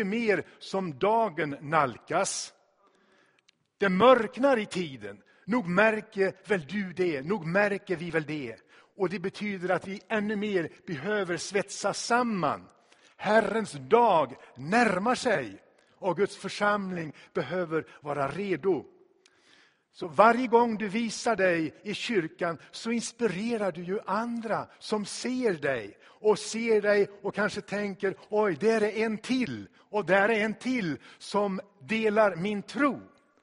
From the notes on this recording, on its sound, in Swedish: Inspelad i Tabernaklet i Göteborg 2016-04-03.